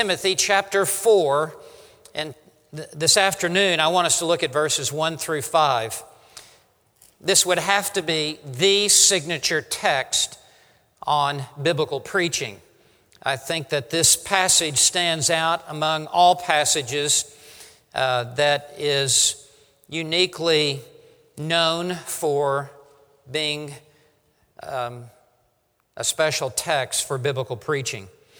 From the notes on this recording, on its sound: preaches at RTS Orlando on behalf of One Passion Conference